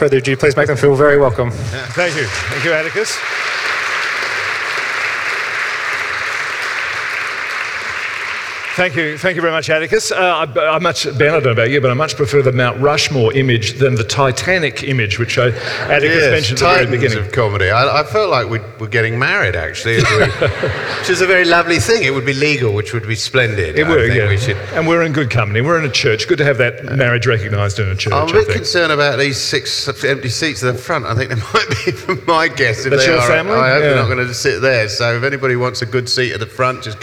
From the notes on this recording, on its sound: In this live recording of our event